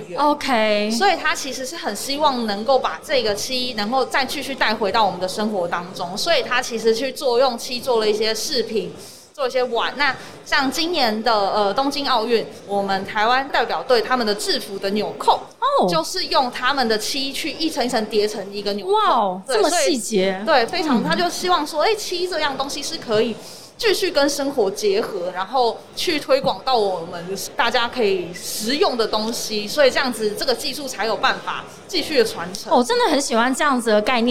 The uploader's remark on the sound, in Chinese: 2021 Energy Taiwan智慧能源週-Live Podcast